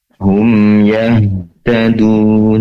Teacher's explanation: ha juga memiliki sifat hamas, yaitu menyebarnya udara atau angin di dalam dada perlu diperluas lagi penyebarannya, tentu dengan menarik nafas lebih dalam.